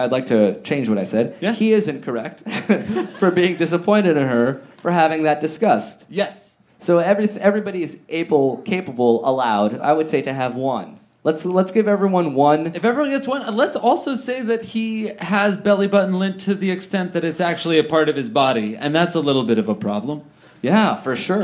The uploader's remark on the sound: live at Resident in Downtown LA!